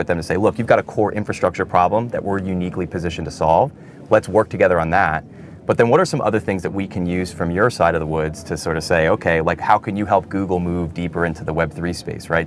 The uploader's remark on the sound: recorded at Paris Blockchain Week 2023